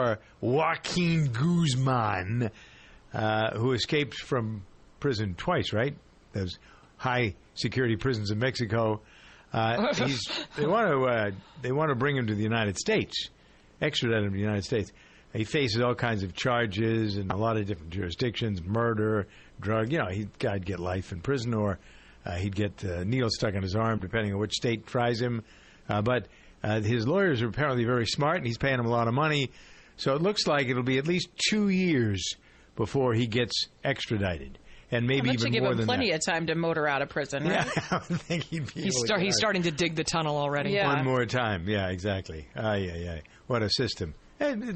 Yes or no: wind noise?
no